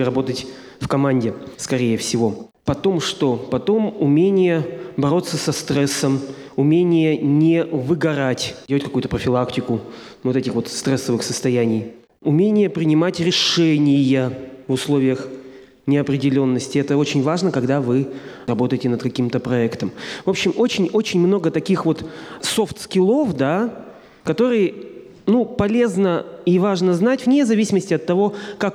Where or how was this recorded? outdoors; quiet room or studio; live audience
live audience